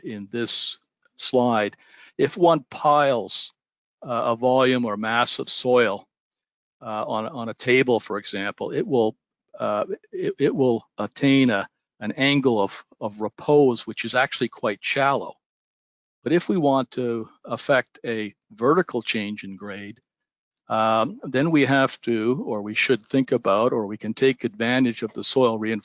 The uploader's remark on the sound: This is an audio version of the webinar.